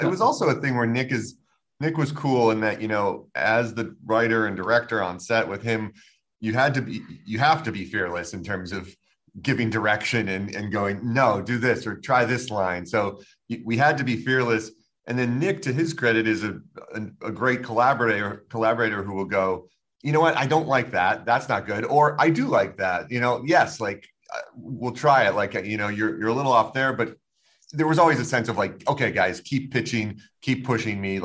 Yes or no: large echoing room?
no